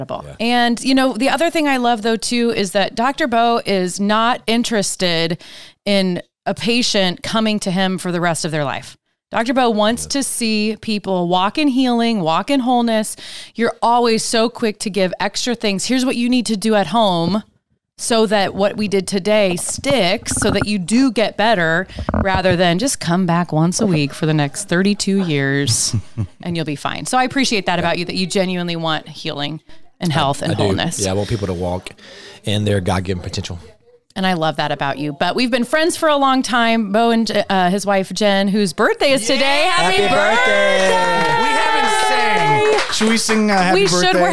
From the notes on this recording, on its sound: So, instead of just recording Episode 11 - we threw a surprise birthday/book anniversary/Episode 11 recording party!